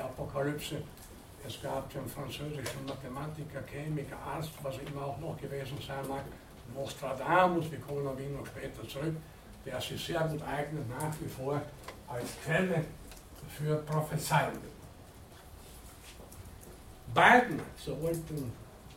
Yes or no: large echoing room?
yes